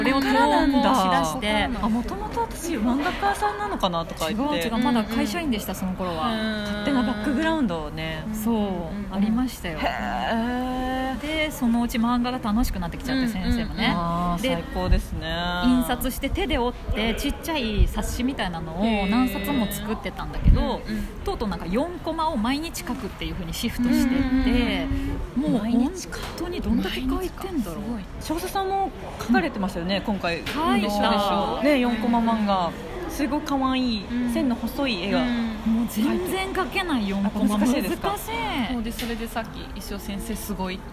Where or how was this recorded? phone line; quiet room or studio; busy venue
busy venue